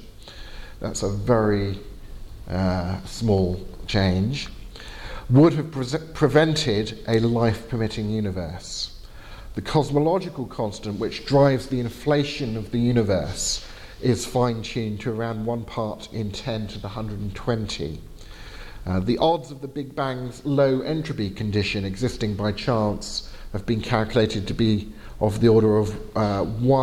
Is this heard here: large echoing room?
yes